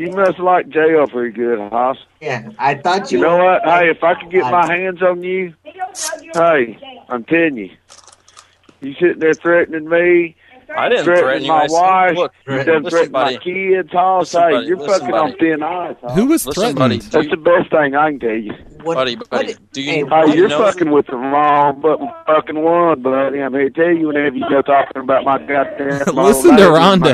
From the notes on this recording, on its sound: Prank Phone Calls